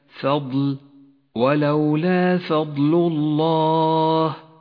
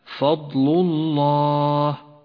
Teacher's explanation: احرص على ترقيق حرف الفاء في كلمة فضل · Shown in: first take · ولولا فضل الله، فإن تفخيمها خطأ شائع، أي هكذا فضل الله، والصواب فضل الله.